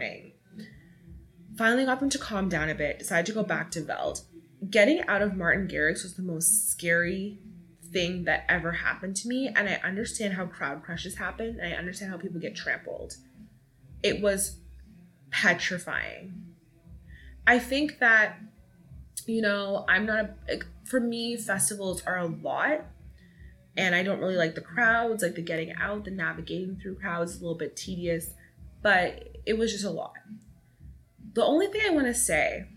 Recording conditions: background noise